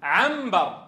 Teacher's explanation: النون الساكنة تحولت إلى ميم ساكنة. التقت الميم الساكنة بالباء أصبحت ميما مخفاة بغنة · Term: قلبتها ميما